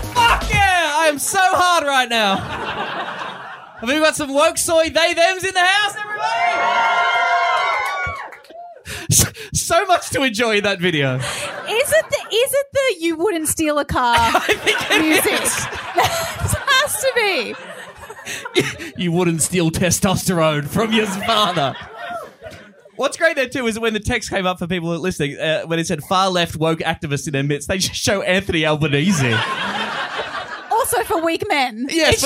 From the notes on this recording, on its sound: from our sold-out 100th show live at Comedy Republic in Melbourne